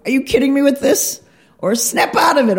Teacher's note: She has a little vocal fry in her voice, and she licks her lips a lot when she talks, and she talks actually very slowly and very specifically with her S's, very specific.